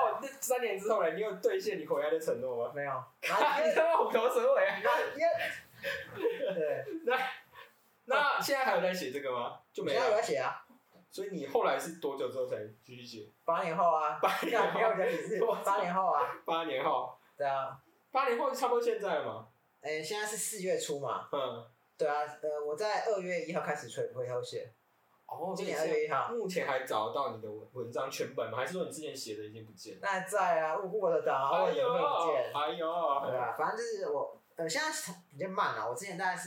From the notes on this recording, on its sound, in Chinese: 使用環境音較敏感的設備，音質不好請見諒。收音品質，我們正在努力。